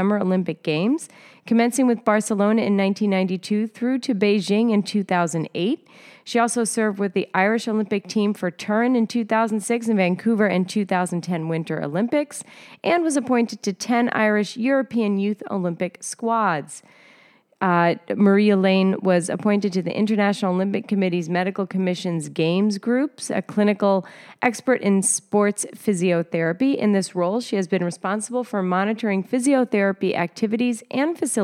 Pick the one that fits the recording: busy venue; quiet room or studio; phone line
busy venue